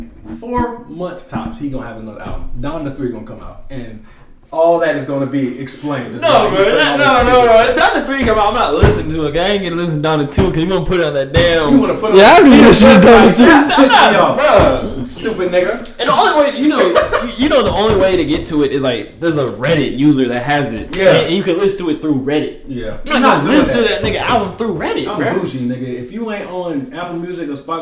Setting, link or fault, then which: fault, poor sound quality